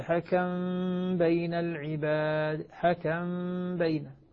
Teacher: فالميم بقيت موجودة واضحة، نسكنها ثم نخفيها عند الباء · Term: الإخفاء الشفوي